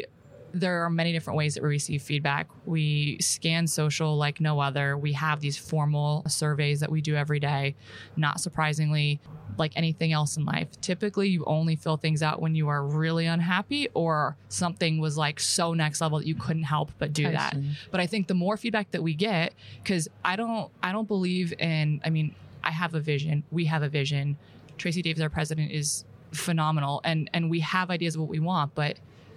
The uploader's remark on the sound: live in Amsterdam at Money 20/20 Europe